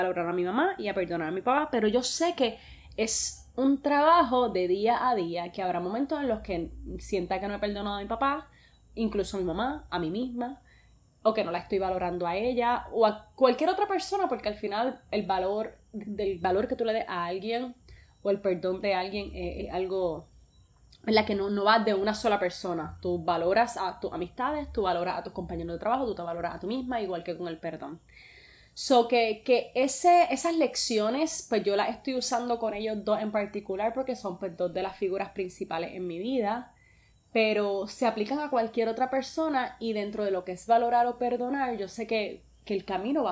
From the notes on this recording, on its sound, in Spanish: Justo acabo de grabar este audio so puede que escuches petardos, y veinte vainas que andas explotando por mi casa.